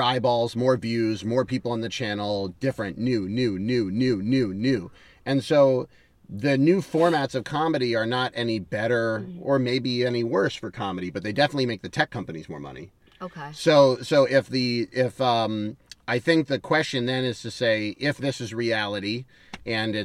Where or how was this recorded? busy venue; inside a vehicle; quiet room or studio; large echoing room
inside a vehicle